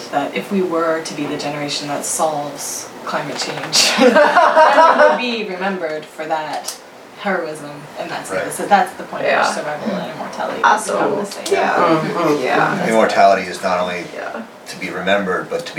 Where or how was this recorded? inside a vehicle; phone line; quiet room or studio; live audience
live audience